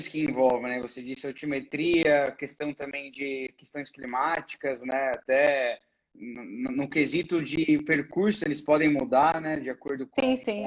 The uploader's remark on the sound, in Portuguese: durante uma live, que rolou em nosso Instagram